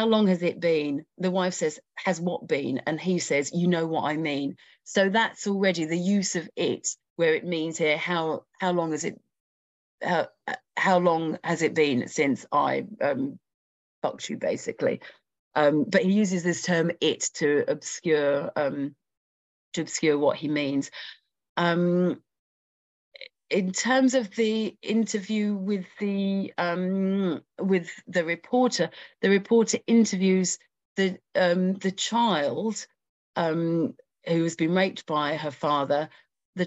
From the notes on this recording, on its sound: A live webinar